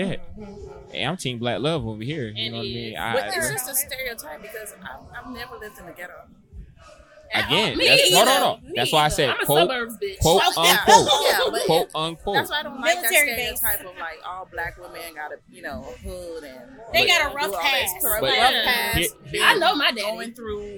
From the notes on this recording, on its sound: brought to you live from the MPN Podcast Stage